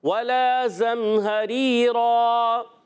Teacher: ولا، واؤ پر زبر ہے، حرکتیں نہیں کھینچیں گے، لام علی زبر لا، ایک الف اس کو کھینچنا ہے. زم حریرہ زا ہے سیٹی کے ساتھ، بہت بچے کہ زم زم بہت سختی کر دے، سختی نہیں کرنی، سیٹی.